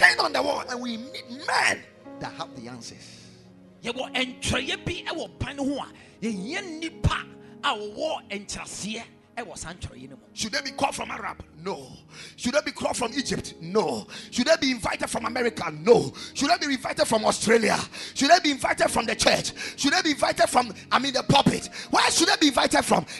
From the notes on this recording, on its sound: Preached at Ekklesia Chapel